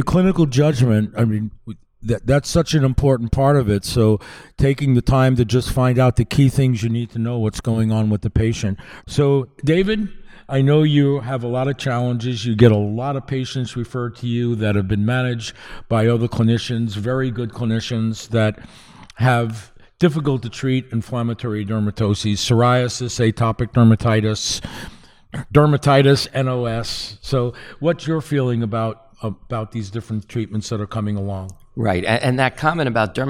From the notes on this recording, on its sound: live at Winter Clinical Hawaii 2023